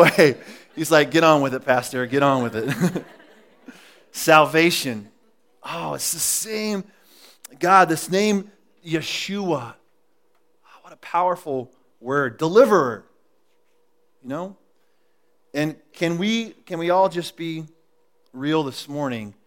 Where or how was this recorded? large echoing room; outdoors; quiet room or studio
large echoing room